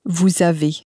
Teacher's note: more or less push the S from the end of the word onto the vowel of the next one. And so you can make vous avez sound instead like vous avez.